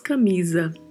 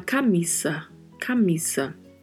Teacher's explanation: a letra A é sempre pronunciada de forma mais aberta e o S tem mesmo som de S · Shown in: second take · não é como no português que nós falamos camisa.